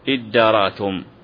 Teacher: إذن هناك تاء مدغمة في الدال، لأن ادارأتم الآن فيه إدغام، لو فككت الإدغام لقلت فتدارأتم فتدارأتم، لكن كما قال قلبت التاء دالا ثم أدغمت الدال في الدال فصارت ادارأتم · Term: إدغام التاء